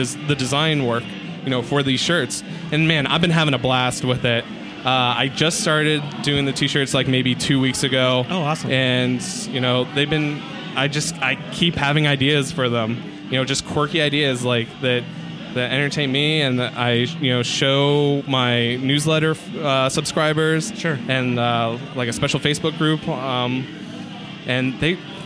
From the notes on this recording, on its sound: Live from WMC. At the Dribbble Meetup. This special bonus episode was recorded live at the Dribble Meetup during Weapons of Mass Creation.